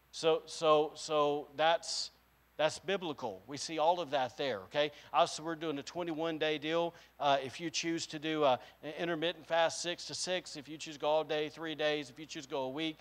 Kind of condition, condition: setting, large echoing room